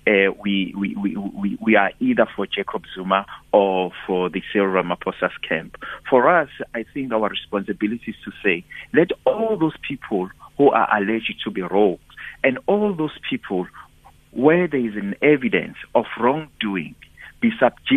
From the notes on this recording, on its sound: we are joined on the line